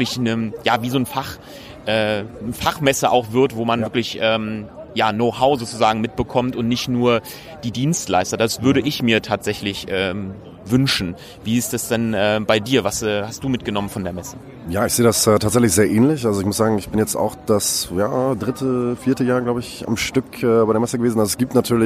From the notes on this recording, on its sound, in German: LIVE Best of Events Messe. LIVE von der BEST OF EVENTS Messe in Dortmund. IPhone X.